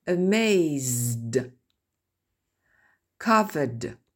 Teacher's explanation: vous laissez sonner les deux sons consonnes quand ils sont l'un à côté de l'autre